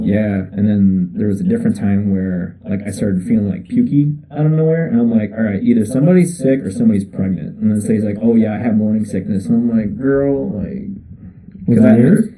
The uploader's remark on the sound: First off, the audio is not the greatest. Our first guest with the new mic setup was definetely a learning experience.